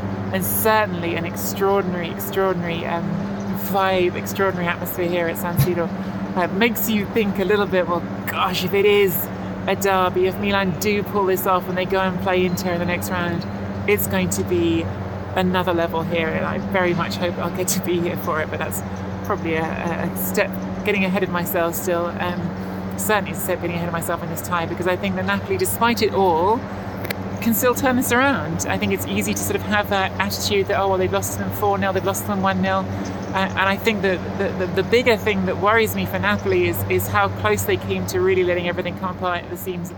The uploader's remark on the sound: Live from the press box at the Stadio Giuseppe Meazza in San Siro, Milano, after an electric first leg of the Milan v Napoli Champions League quarter final tie.